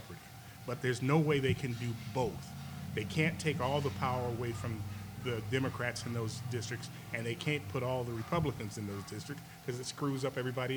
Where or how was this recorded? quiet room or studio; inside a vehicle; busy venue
busy venue